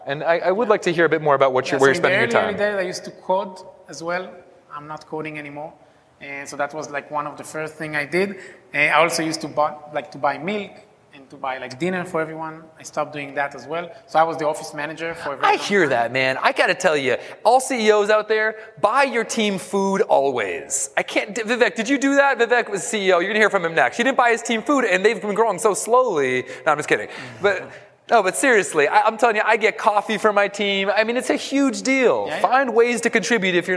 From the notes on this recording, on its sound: we take you to the SaaStock on Tour New York stage for what was one of the most entertaining and well-received panels on the day